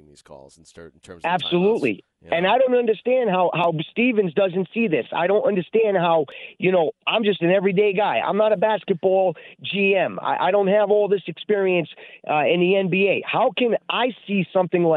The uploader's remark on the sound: take your calls texts and tweets live on the air